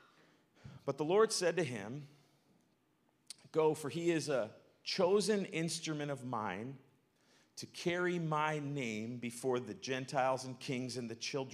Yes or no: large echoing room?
yes